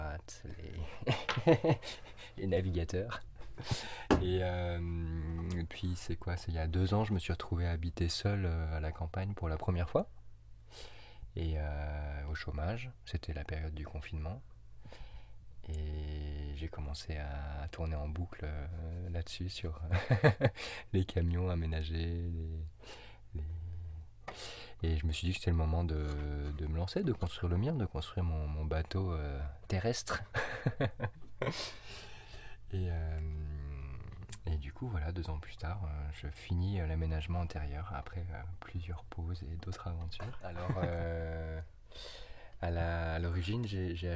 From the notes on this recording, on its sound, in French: Le bruit d’un feu poétique dans un camion aménagé.